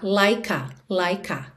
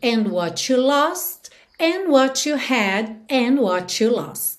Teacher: a gente tem aquele som to, to, na ligação de what com you · Shown in: second take